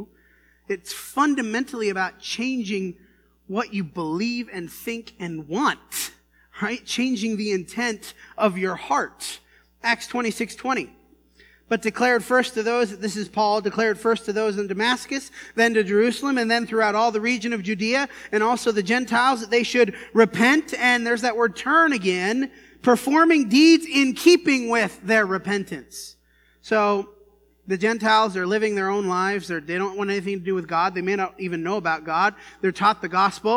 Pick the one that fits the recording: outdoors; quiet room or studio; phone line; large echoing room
large echoing room